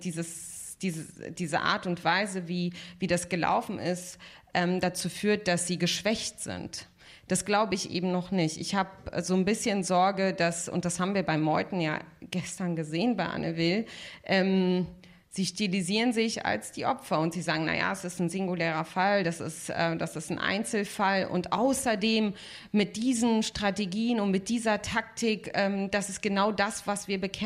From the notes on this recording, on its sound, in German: Das Gespräch wurde im Rahmen des radioeins und Freitag Salon am 20. Mai 2019 in der Berliner Volksbühne aufgezeichnet.